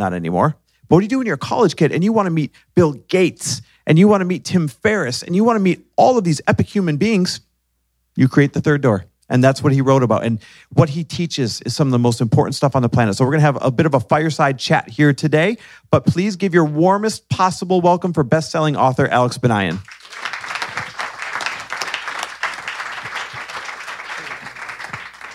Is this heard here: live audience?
yes